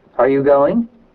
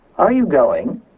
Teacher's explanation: When Americans ask a question, for example, the intonation in the sentence usually rises at the end. · Shown in: first take · an Englishman will usually drop his voice at the last word when he asks the same question.